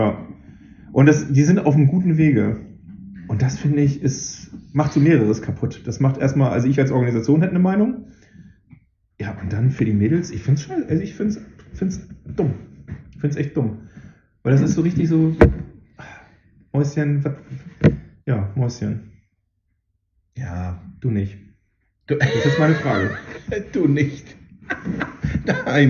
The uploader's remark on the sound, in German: Sorry für den Sound. Irgendwas ist schiefer gelaufen als sonst. Beim testen hörte es sich nicht so an, wie am Ende.